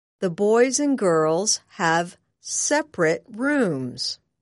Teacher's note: It is pronounced like this, separate. When separate is an adjective, pronounce the last syllable of the word as ret